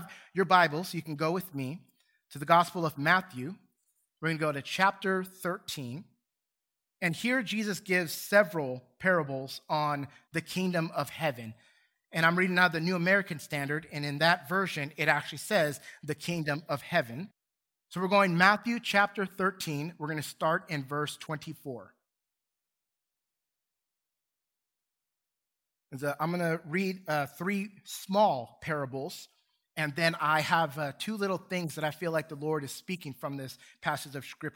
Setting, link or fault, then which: setting, large echoing room